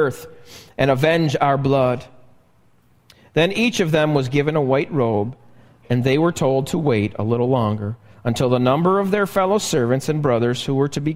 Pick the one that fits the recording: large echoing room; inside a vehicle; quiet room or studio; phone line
large echoing room